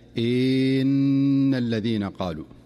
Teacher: فيخرج بين الهمزة والنون المشددة صوتا خفيفا كالياء إن الذين قالوا، وكأنهم أضافوا حرفا جديدا بين الهمزة والنون. · Term: التوليد